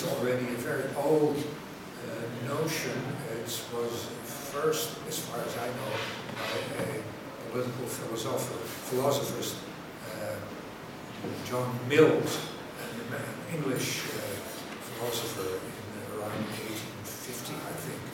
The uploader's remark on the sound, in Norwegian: Dette opptaket ble gjort under Cannabis Sessions at Nordic Reform Conference 2017.